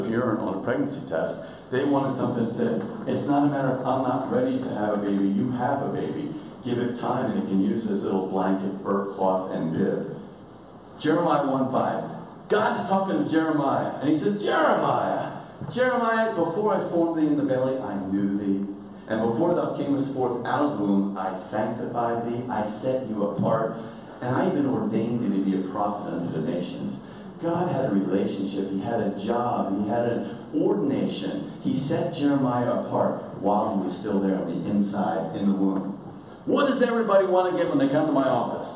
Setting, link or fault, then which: setting, live audience